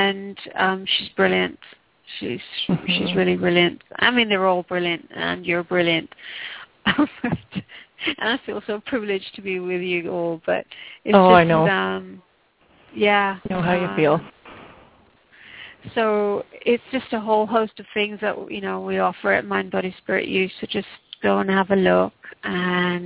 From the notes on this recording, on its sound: Takes your calls for healing live today!